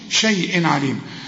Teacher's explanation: العين من حروف الإظهار ما تغنش